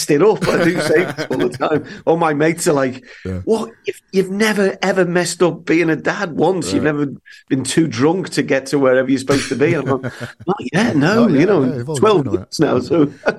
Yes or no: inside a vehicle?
no